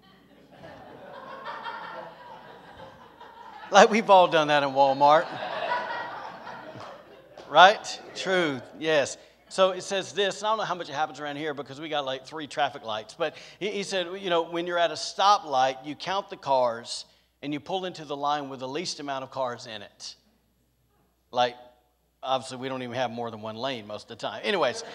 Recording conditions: large echoing room